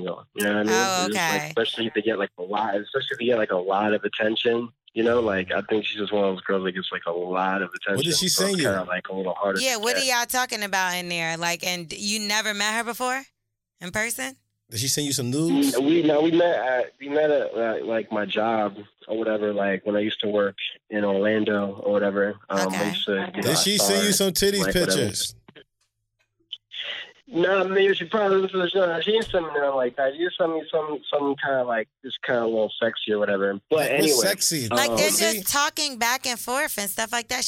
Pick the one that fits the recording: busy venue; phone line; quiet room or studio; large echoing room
phone line